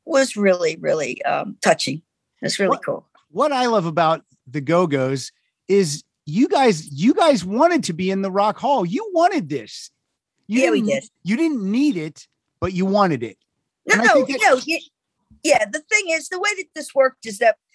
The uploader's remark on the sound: To the Zoom Room.